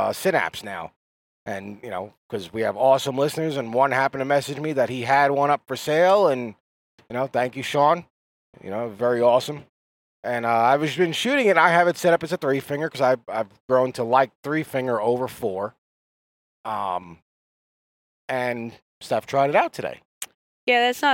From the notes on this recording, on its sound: After range time chat in the car.